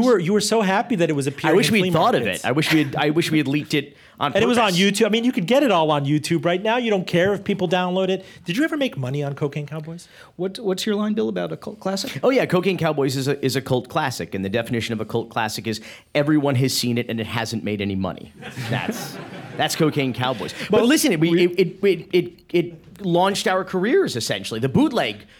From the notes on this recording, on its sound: on stage at WNYC